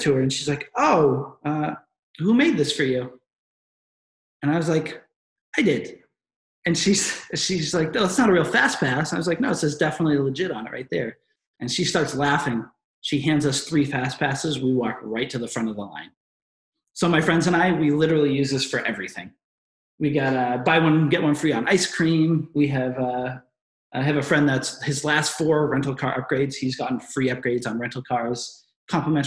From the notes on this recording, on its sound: In this webinar recording